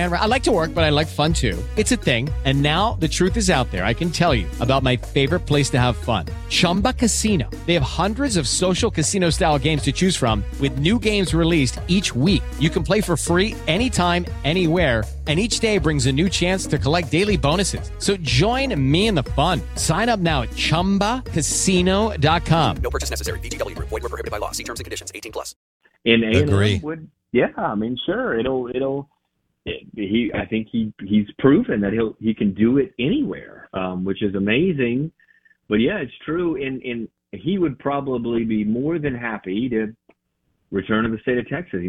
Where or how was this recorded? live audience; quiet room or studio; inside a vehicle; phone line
phone line